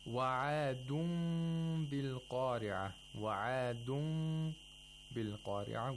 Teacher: The noon turns into a meme with إِخْفَاء. · Term: إِقْلَاب